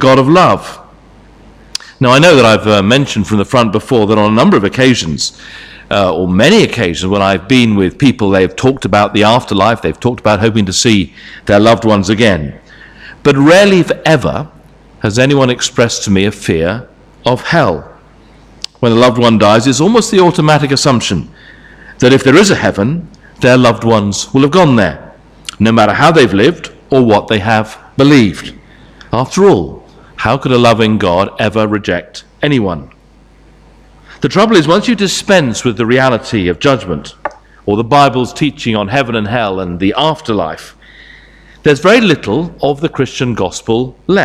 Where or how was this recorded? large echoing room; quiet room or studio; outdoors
large echoing room